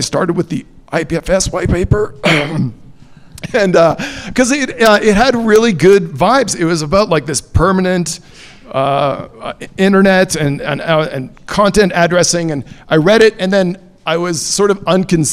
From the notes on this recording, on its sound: Live at ETH Denver. This week's episode comes to you live from Arweave Day at ETH Denver, recorded in front of a live audience at the Woodside Brewery.